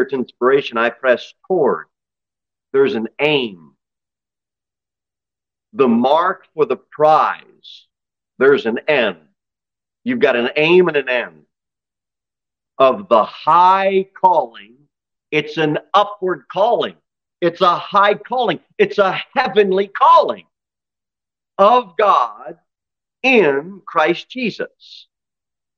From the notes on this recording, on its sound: Sermon delivered at Pilgrim Baptist Church on Sunday, March 5, 2023, at 11:15 am. Jere Whitson Rd.